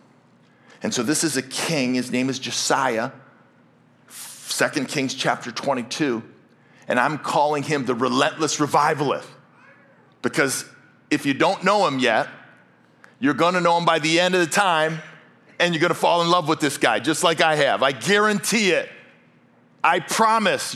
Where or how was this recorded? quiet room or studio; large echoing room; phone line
large echoing room